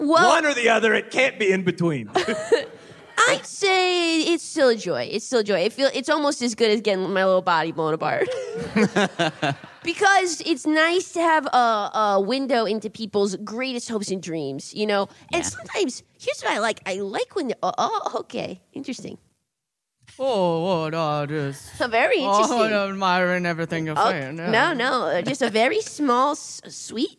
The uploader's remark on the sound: Live from SF Sketchfest. Our first live show!